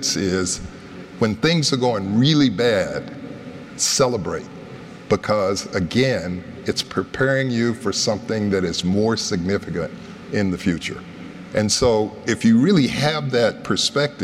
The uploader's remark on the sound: This first episode was filmed in front of an in-person audience at the National Retail Federation’s NRF 2023 conference – known as “Retail’s Big Show.”